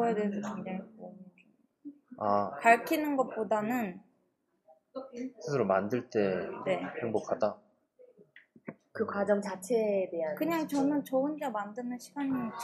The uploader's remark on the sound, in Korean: 카페녹음. 카페 소음이 있습니다.